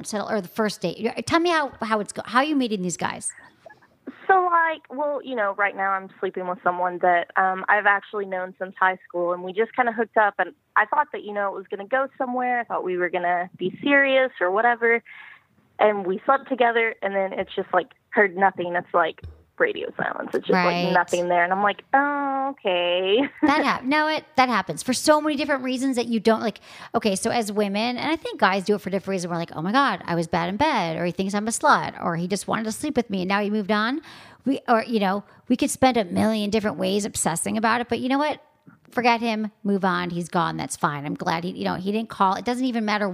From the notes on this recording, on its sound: addresses all these issues with live callers